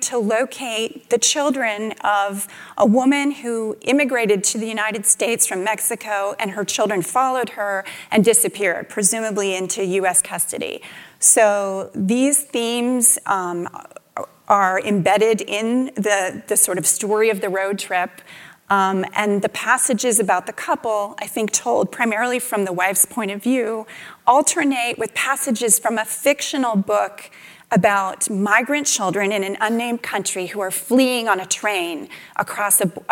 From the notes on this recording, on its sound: taped live